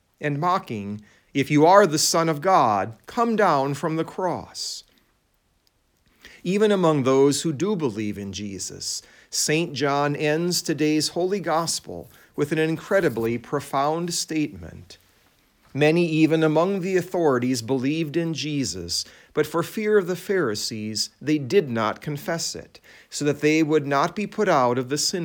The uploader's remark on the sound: It was preached at Saint John Lutheran Church in Sycamore, Illinois